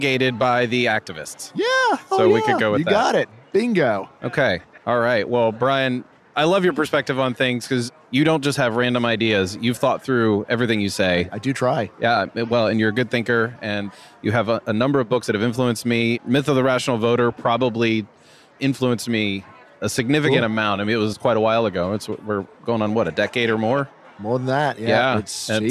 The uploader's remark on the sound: This episode was recorded at FreedomFest 2023 in Memphis, TN.